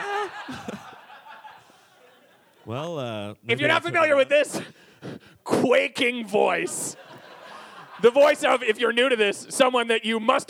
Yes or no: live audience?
yes